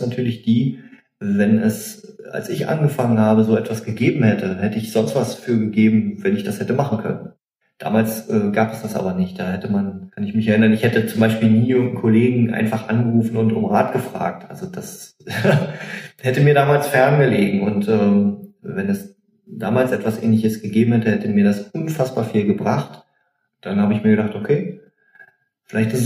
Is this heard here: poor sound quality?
yes